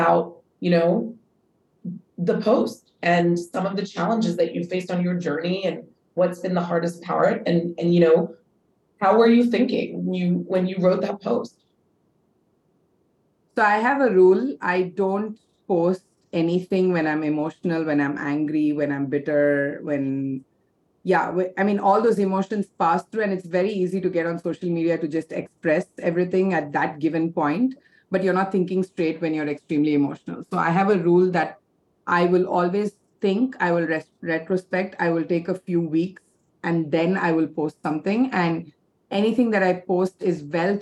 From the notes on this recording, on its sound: This episode was recorded as part of a webinar series by the City University of Hong Kong in partnership with Green Queen Media.